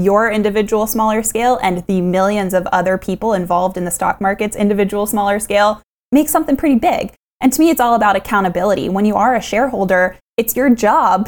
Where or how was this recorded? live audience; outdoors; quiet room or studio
quiet room or studio